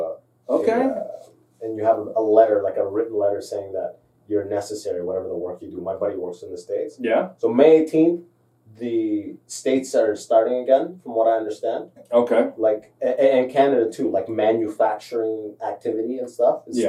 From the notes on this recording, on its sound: Sorry for the crap audio on this one, we had a little tech issue.